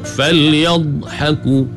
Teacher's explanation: Kemudian falyadhaku, buat jaga jangan sampai jadi beranak, jadi qalqalah. Falyadh salah, pasal dha bukan qalqalah.